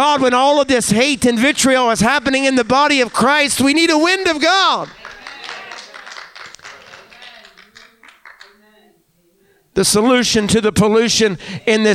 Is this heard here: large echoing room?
yes